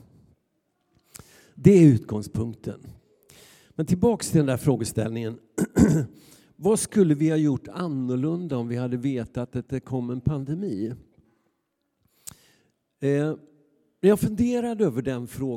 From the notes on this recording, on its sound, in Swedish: Inspelning från Immanuelskyrkan Skövde.